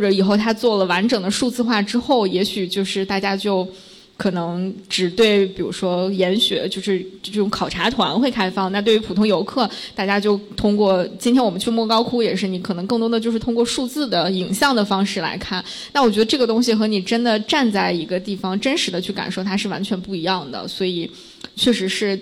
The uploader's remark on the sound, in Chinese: 在北京一间非常有设计感、清新明快的「PIN 3口咖啡」顺利起飞！也和现场 30 位可爱的听友一起。